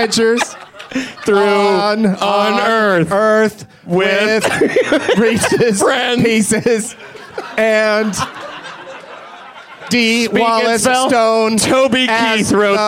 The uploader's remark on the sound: Live from Zanies Comedy Club in Rosemont, IL